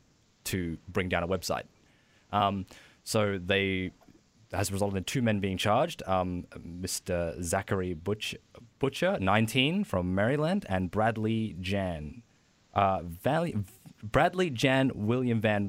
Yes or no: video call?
no